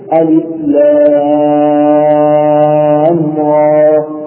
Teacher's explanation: واللام هذه تمد مدا لازما حرفيا مخففا